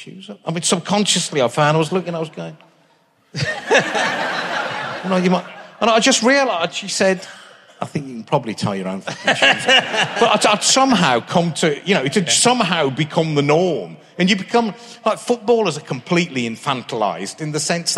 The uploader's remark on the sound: RHLSTP comes to Birmingham Town Hall and the biggest audience